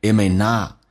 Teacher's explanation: may 像这些双元音，经常会说成单元音